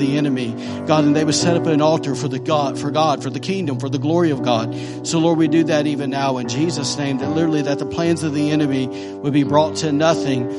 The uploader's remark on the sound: recorded on Sunday, December 31st, 2017, during morning service at Celebration Life Family Church.